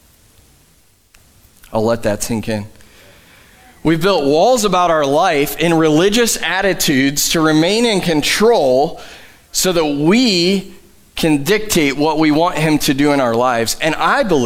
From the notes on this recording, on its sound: Live from The Summit Church in Dover, OH